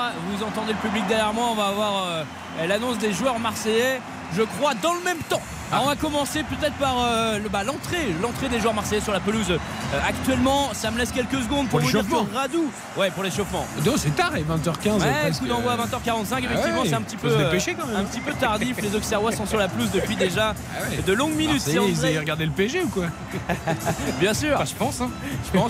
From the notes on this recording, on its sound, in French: en direct du Vélodrome